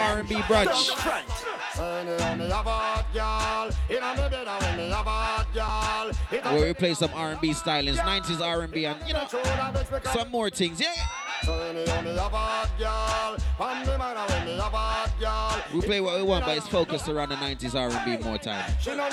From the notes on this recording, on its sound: Live At Dancehall Brunch in Huckster in Paddington Saturday Afternoon